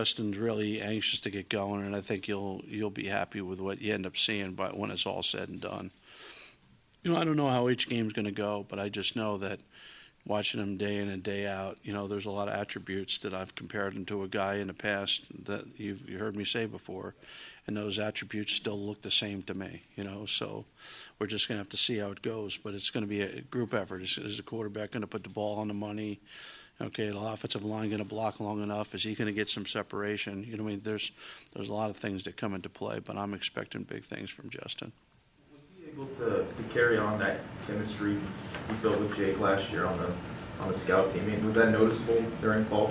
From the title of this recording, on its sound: Press Conferences & Post-Game Interviews